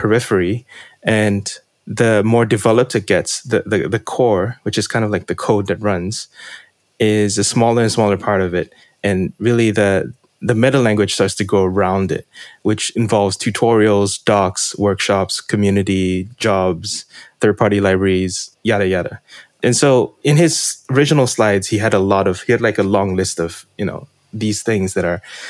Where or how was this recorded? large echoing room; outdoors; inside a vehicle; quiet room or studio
quiet room or studio